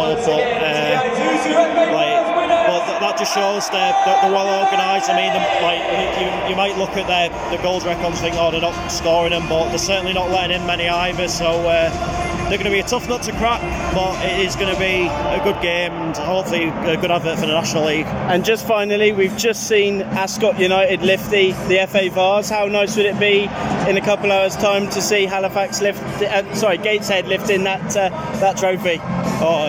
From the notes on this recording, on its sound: head to Wembley for the FA trophy final